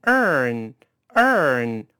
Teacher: 这个 earn 不好读，先勾舌尖的 er 再发前鼻音